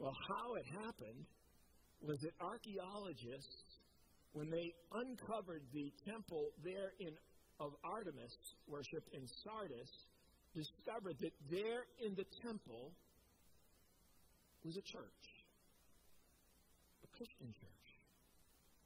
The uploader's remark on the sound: Preached at COMMUNITY Covenant church on 8/1/21